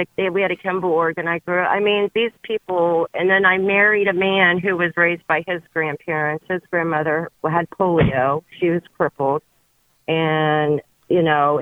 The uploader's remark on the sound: listeners who call